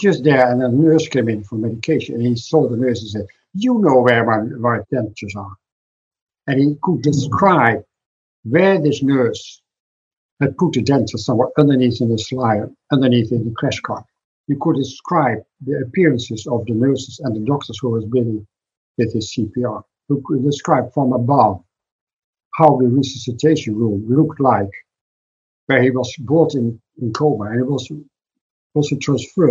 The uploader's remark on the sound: Despite having proper equipment in place, the internet connection did not serve us well and led to a poorer quality recording than we are used to. After re-reviewing and touching it up using the best audio magicians available, I decided I just had to release this. I ask only for your mercy in terms of the audio quality.